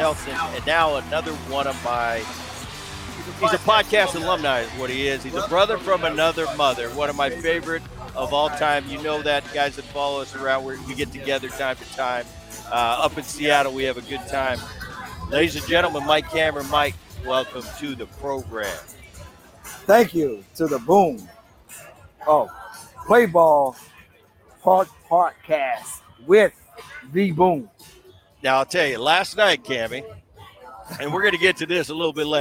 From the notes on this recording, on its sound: live from T-Mobile Park in Seattle